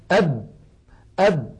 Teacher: لكن إن أتيت إلى الباء أب أب مهما ضغطت فإن الشفتان، فإن الشفتين قد انطبقتا على الباء ولا يمكن أن يجري ولا ذرة للصوت في هذا الحرف